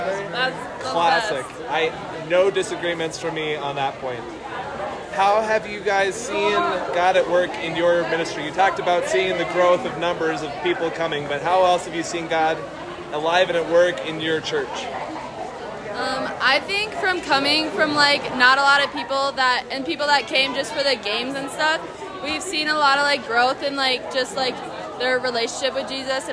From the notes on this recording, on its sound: Continuing live interviews at FLY 2023